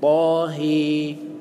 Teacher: كلمة طه الهاء منها تقلل كذلك أو تمال · Term: إمالة محضة